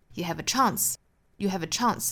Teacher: 注意元音的是啊这个元音，所以 chance 跟美音的元音会略有不同